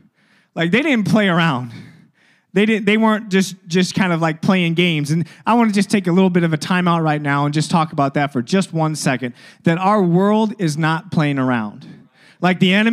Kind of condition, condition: setting, large echoing room